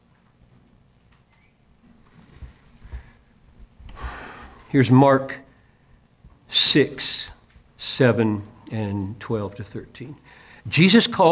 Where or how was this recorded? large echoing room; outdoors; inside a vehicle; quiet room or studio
large echoing room